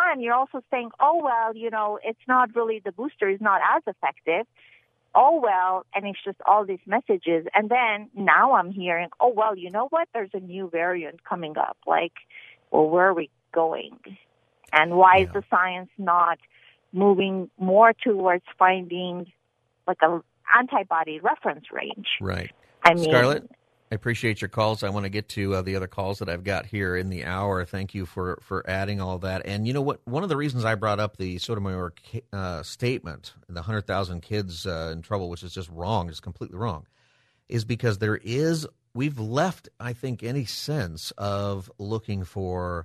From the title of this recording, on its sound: Open Phone Friday